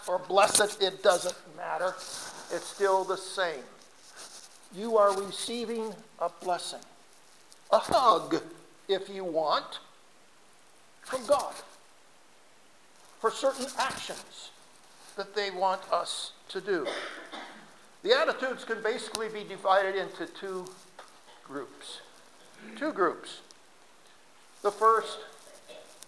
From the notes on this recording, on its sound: RECORDED SERMON FROM 01-29-2017